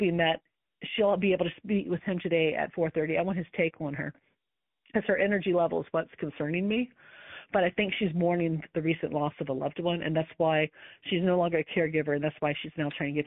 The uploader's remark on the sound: Listen to this call as I walk my client through this situation. All of these coaching calls have been recorded with permission, and the sound quality may vary.